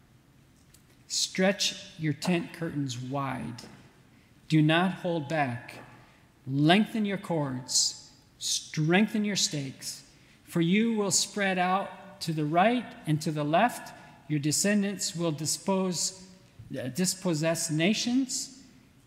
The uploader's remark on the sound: at the 2022 RBC missionary conference